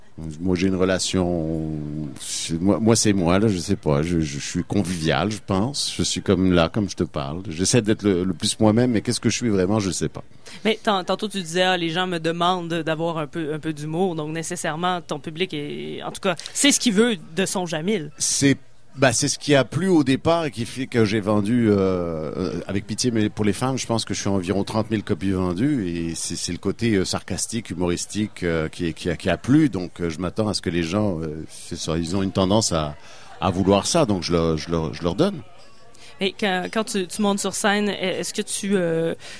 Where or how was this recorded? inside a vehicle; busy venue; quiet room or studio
busy venue